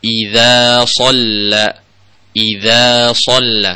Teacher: Idzanya tipis, solanya tebal, ya, so-nya tebal. Digabungkan.